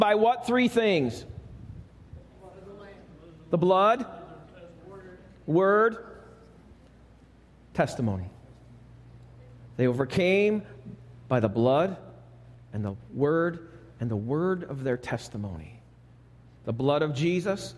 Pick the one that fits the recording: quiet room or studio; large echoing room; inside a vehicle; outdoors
large echoing room